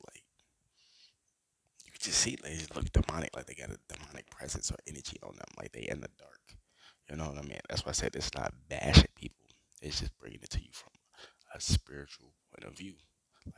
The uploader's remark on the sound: Sorry about the microphone quality